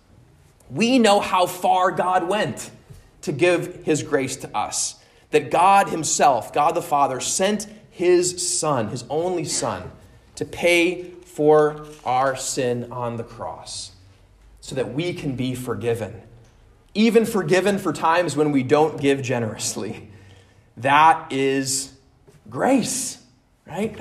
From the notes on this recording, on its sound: at Immanuel Lutheran Church in Pasadena, CA